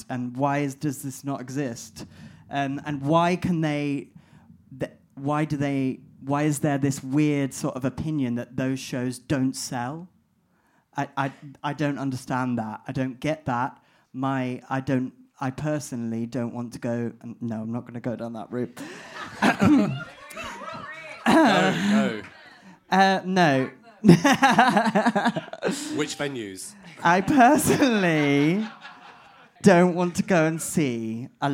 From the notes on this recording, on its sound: In our third Queer Talk Live show two of the most talented drag artists in London join us on stage!